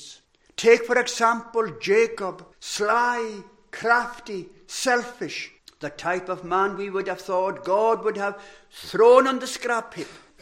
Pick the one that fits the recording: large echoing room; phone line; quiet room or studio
large echoing room